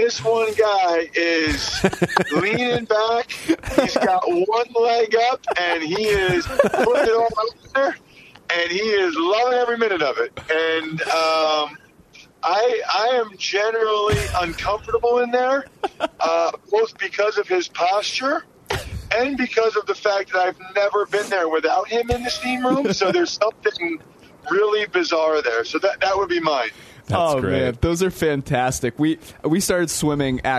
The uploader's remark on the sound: they are also joined via phone